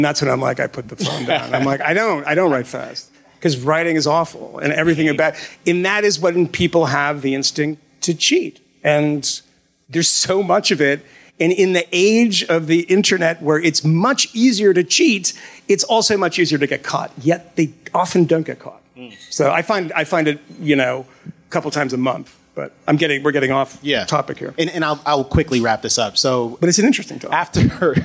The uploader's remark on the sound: Live in Philly. Talked to a room full of students at FIRE’s annual student conference in Philadelphia.